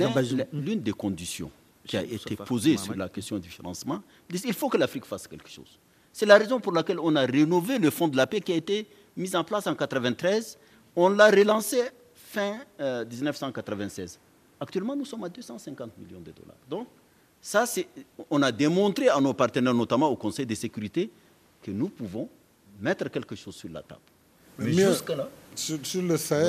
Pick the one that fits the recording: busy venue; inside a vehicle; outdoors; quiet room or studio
busy venue